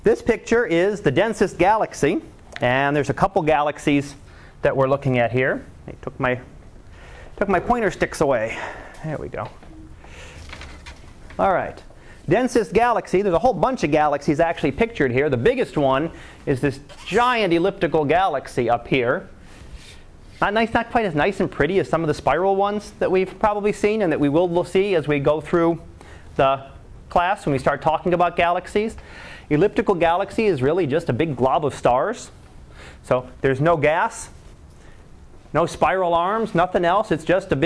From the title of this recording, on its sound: Live Class Lecture